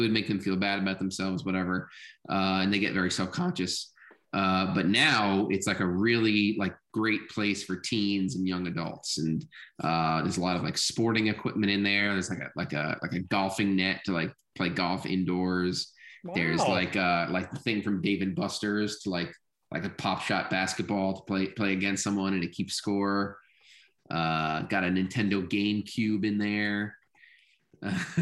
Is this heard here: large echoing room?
no